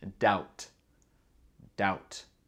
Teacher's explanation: Et le B n'est pas prononcé, c'est juste doubt.